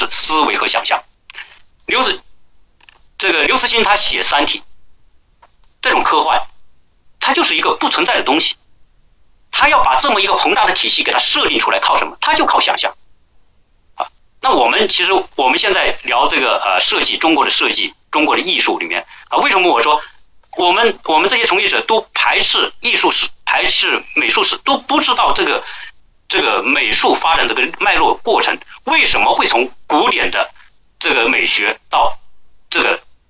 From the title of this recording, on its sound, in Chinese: 转录内容音质差